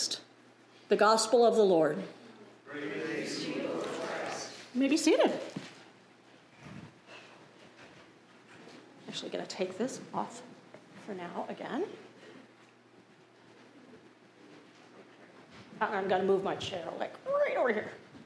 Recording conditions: large echoing room